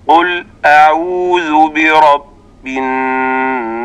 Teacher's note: مع الغنة التي ذكرناها، فتكون على هذا النحو: قل أعوذ برب الناس. وكذلك ننتبه إلى الذال، لابد أن تخرج لسانك فيها